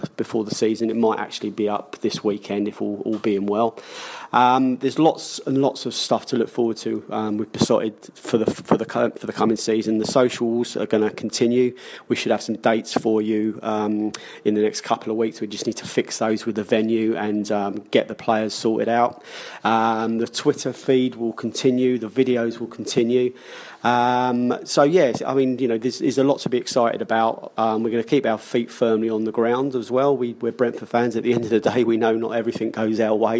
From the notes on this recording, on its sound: The Live From Oxford Podcast. Beesotted headed West this week and had to settle for a pint in a bowling alley rather than a lovely pub, but taking in the Bees’ friendly game at Oxford allowed us to watch some live footy while doing the Pride of West London Podcast once again.